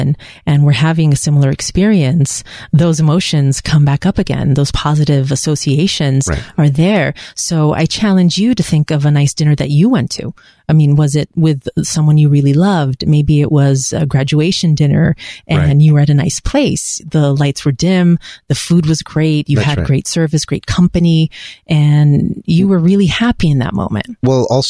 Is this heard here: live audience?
no